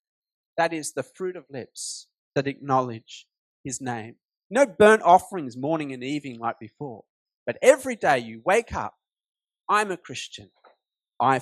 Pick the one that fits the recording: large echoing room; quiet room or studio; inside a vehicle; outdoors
large echoing room